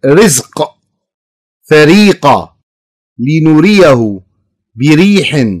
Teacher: الكسرة تلائم الترقيق بالنطق السليم، فلذلك جاءت الراء مرققة هنا.